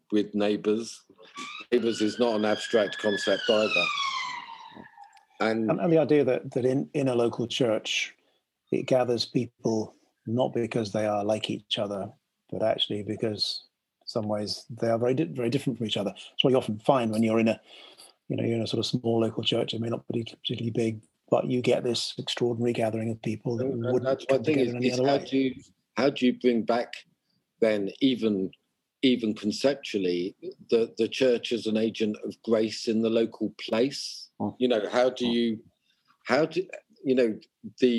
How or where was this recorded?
video call